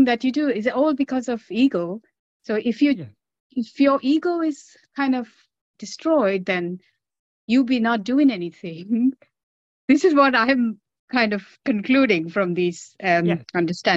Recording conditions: video call